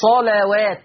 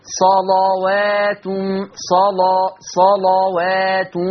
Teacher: ورش يغلظ اللام يعني فخمها، يغلظ اللام بشرط ان اللام تبقى مفتوحة · Shown in: second take